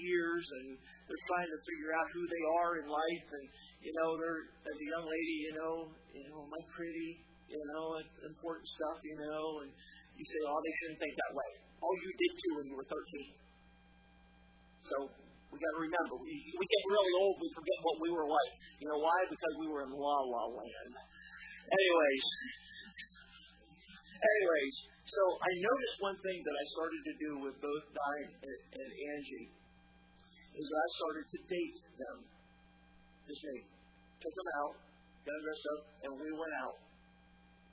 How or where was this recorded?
large echoing room